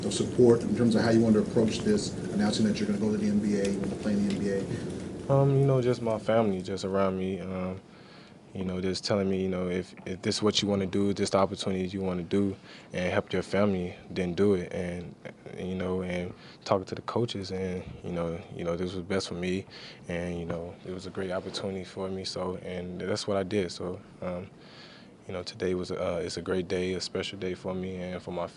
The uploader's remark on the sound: during a press conference